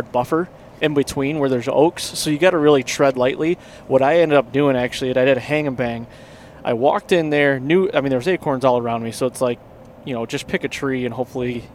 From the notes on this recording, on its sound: Recorded in the truck on the way to Ohio to kickoff the season.